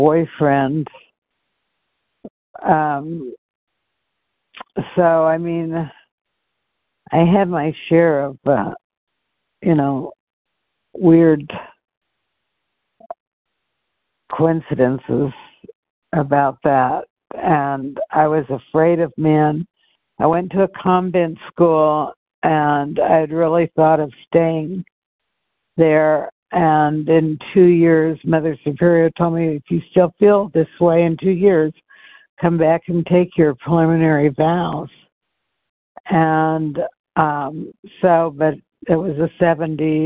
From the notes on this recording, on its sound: from the 100 Pounders Phone Meeting